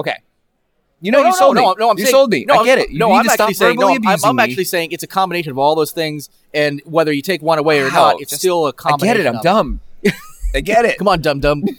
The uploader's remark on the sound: From the media box at the first ever Green Mountain Comic Expo. Recorded entirely live on location.